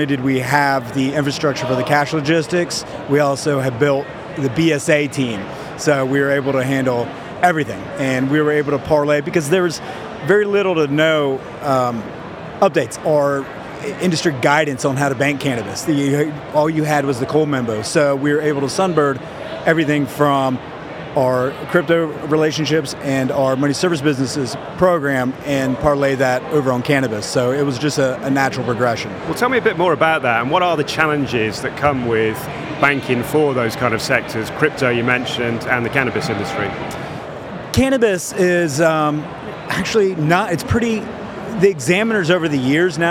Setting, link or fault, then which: setting, busy venue